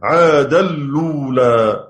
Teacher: أجمعوا على إدغام التنوين في اللام بعد نقل حركة الهمزة إليها